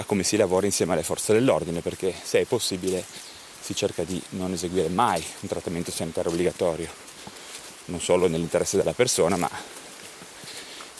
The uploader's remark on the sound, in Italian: In questo episodio registrato in mobilità durante una passeggiata vicino a Cuneo.